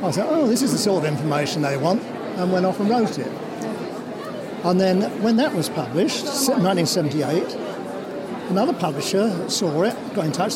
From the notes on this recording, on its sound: This is the third and final part of the series recorded at the Adventure Travel Show.